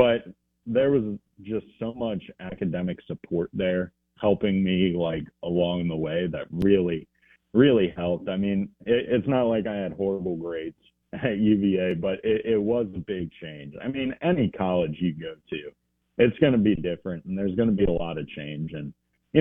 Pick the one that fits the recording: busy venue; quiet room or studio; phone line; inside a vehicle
phone line